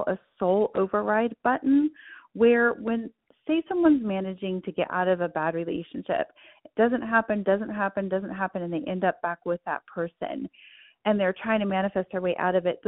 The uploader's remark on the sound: Those people in our community who called into the podcast hotline to tell me, to tell us, about their experience with the Ten Dollar Challenge.